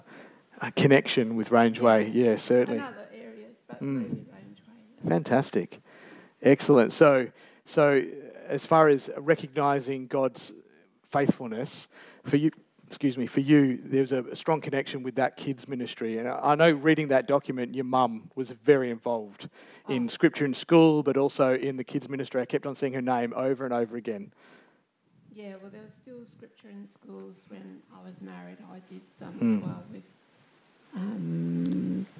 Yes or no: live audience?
yes